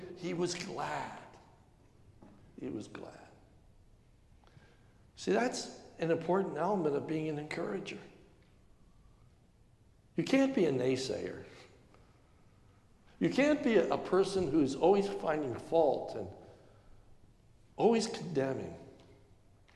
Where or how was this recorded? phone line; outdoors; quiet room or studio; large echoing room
large echoing room